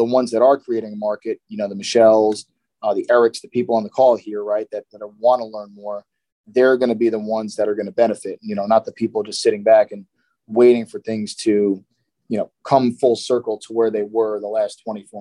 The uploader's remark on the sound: in this weeks Zoom call!